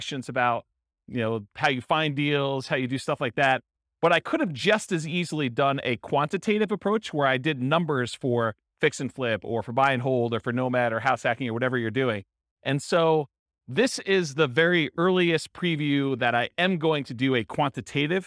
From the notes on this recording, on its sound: Real estate entrepreneurs in Alexandria, Virginia. This was a live class recorded to give investors a solid qualitative overview of all the different real estate investing strategies.